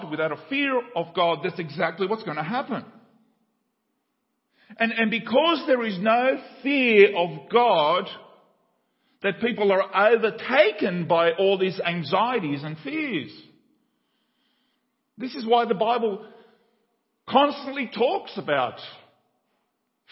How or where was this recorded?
large echoing room